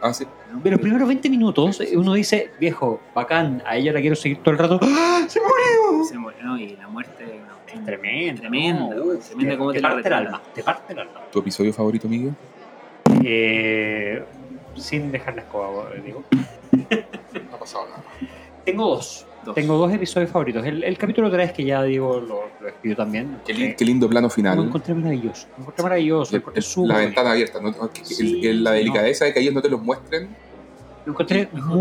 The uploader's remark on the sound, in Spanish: Se sobreponen a las adversidades de grabación.